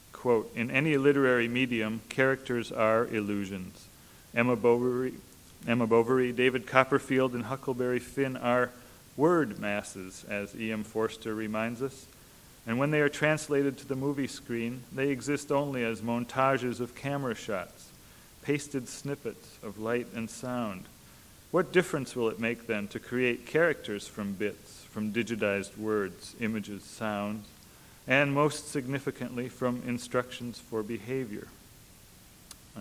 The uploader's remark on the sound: Recording of a lecture delivered on September 12, 1997. As part of the Formal Lecture Series.